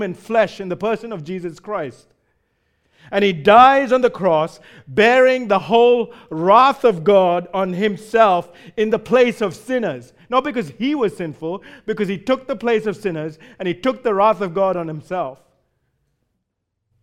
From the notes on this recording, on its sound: Recorded live at Grace Community Bible Church.